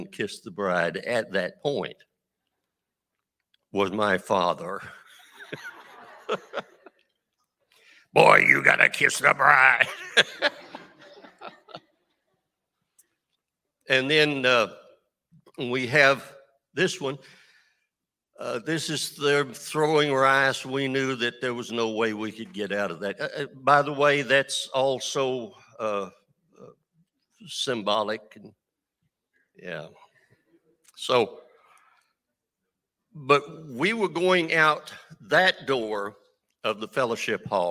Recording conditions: large echoing room